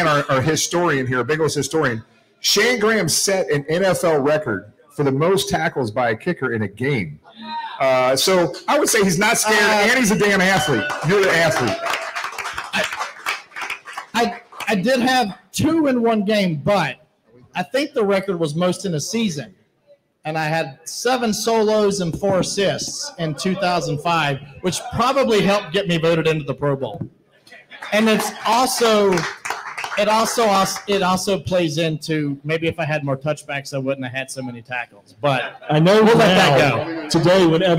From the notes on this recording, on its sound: live from the Holy Grail down at the Banks